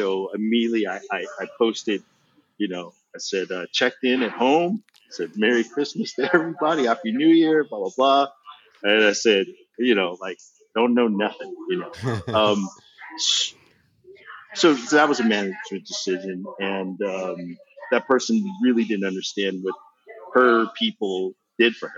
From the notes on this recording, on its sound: The audio on this episode is a little rougher than our typical quality, due to multiple scheduling conflicts we took the opportunity that we had, to get this episode recorded.